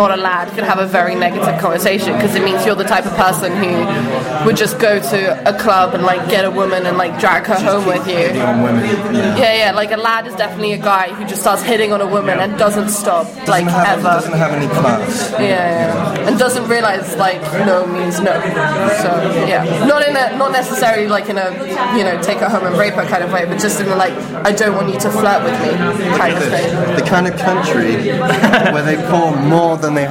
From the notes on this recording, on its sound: This is an interview with two native speakers from England recorded in a pub in Prague.